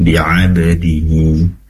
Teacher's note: Baik, izin mengoreksi ketika membaca bi'abadihi, pastikan ainya keluar dari tenggorokan bagian tengah